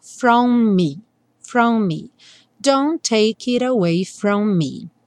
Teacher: No from me, é só lembrar que os dois M's vão soar um só, from me, don't take it away from me.